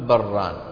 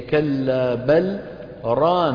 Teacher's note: لابد أن ندغم اللام في الراء، فنقول بران.